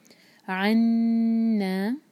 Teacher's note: عنا، اگین عین، حلق سے عین نکالیں گے اور نون پر شدہ ہے. نون اور میم دو ایسے لیٹرس ہیں، جب ان پر شدہ ہوتا ہے تو ہم اس کی آواز کو منہ میں دو سیکنڈس کے لیے رکھتے ہیں، اس کو جلدی نہیں پڑھتے.